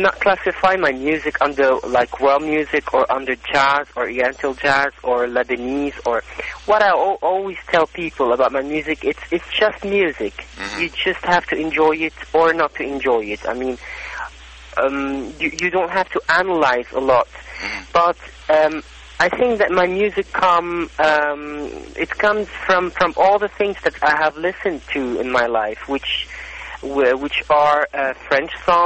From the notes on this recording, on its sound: Conducted by phone in March 2013.